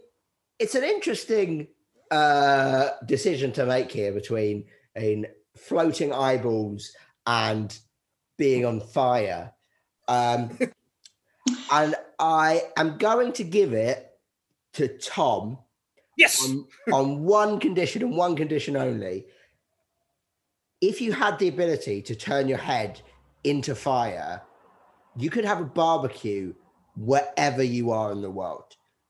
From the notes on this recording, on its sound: a zoom call in 3 separate bedrooms